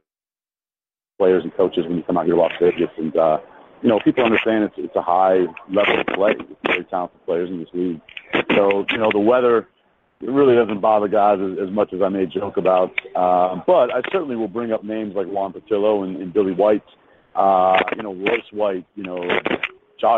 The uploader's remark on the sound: waits for a flight at the airport in Las Vegas